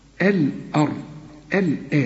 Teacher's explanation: الأرض الآن زي ما تقول الآن، لكن الراء والضاد مفخمين